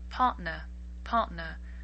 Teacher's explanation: So really we just end the R, part, and then say N.